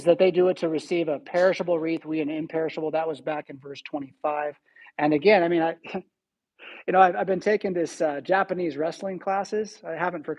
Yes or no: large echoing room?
yes